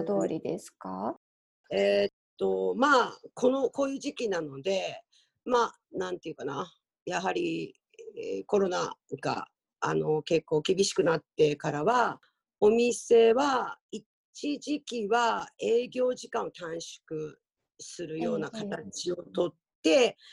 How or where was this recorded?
video call